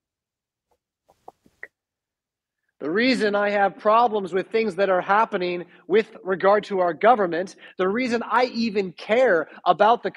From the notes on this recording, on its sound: Preached at St Paul Lutheran Church , Rockford, Illinois on April 17, 2022.